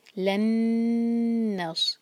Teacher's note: نون کے بعد نون آ رہا ہے ادغام غنہ کے ساتھ. لن نص نون پر ٹائم دیں گے اور آگے صاد.